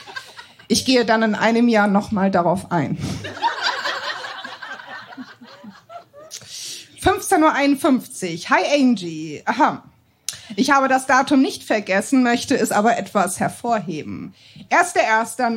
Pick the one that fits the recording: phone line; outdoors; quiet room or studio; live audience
live audience